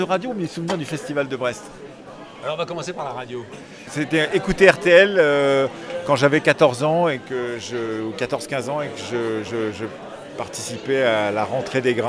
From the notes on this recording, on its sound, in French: Cette Balado au festival Longueur d'Ondes à Brest.